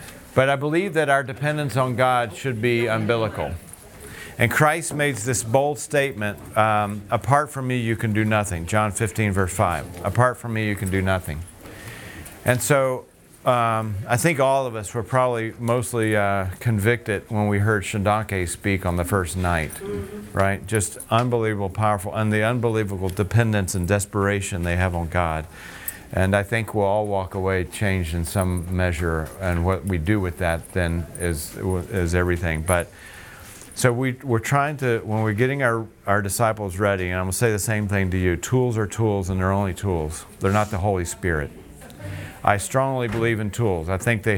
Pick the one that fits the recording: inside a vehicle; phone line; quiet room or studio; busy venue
busy venue